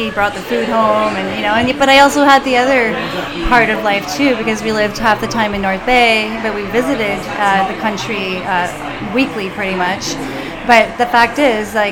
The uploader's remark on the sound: Recorded LIVE in TWIGGS Coffee Roasters, Downtown, North Bay, Ontario.